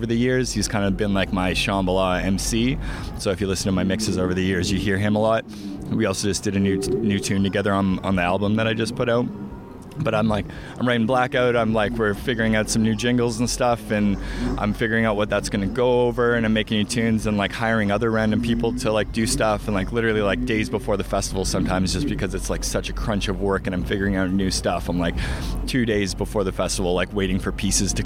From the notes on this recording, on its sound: Shambhala 2018. Joins us backstage at The Village for an interview about his time and experiences at the festival.